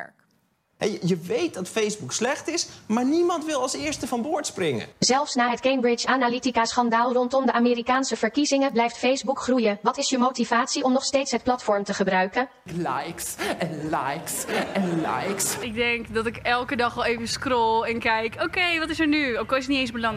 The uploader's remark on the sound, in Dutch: Dit college is opgenomen tijdens het Betweter Festival, georganiseerd door de Universiteit Utrecht.